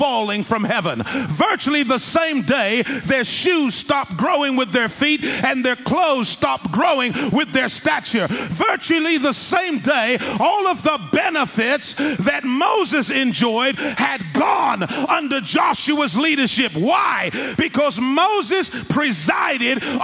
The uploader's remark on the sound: In this message preached in House on the Rock Church in Lagos, Nigeria.